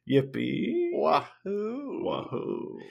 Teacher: maybe the new voice of Mario is going to say yippee with a little bit of vocal fry and a question mark at yippee